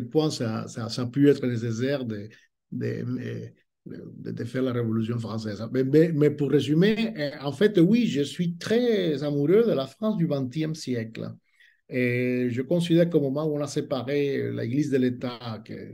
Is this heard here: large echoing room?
no